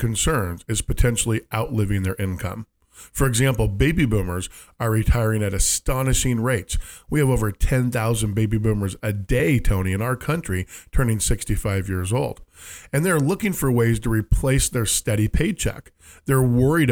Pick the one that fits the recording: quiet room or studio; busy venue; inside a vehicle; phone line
quiet room or studio